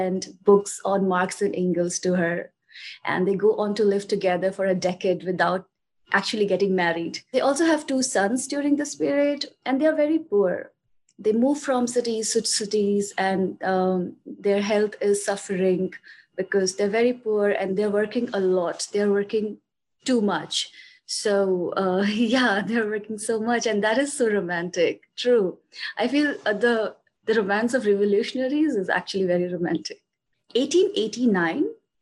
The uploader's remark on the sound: This podcast is a Zoom recording of one of the sessions of our Revolutionary Feminism course.